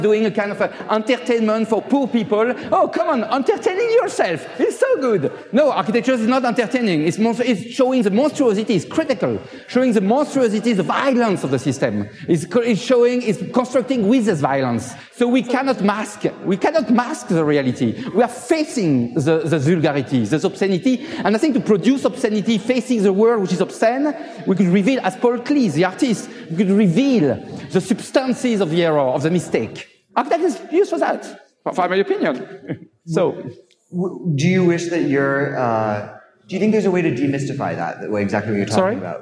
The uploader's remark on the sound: Part of "Next Up", Archinect's first live-podcasting event series, hosted at the Chicago Cultural Center during the Chicago Architecture Biennial's opening weekend.